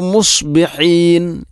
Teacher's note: ഫതനാദൌ മുസ്ബിഹീൻ, മുസ്ബിഹീൻ സ്വാദിനെ പ്രത്യേകിച്ചും ശ്രദ്ധിച്ചുകൊണ്ട് വായിക്കണം, ഓതണം. സ്വാദ് ഹറൂഫുൽ ഇസ്തിഇലായിൽപ്പെട്ട അക്ഷരമാണ്, സ്വരഭാരത്തോടുകൂടി ഉച്ചരിക്കേണ്ട അക്ഷരമാണ്. നാവിൻ്റെ മധ്യഭാഗം അണ്ണാക്കിലോട്ട് പൊങ്ങി വരുന്ന, ഉയർന്നു വരുന്ന രൂപത്തിലാവണം.